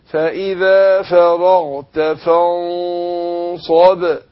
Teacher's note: فهنا غنة النون لما يجي بعدها حرف استعلاء زي الصاد هنا بفخم الغنة نفسها